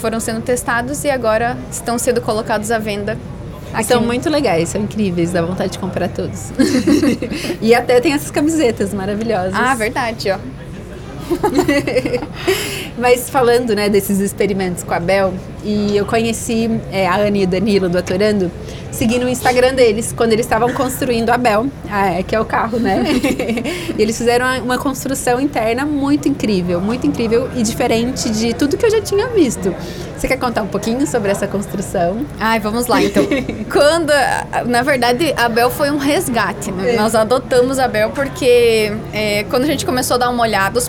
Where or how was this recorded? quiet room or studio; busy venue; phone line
busy venue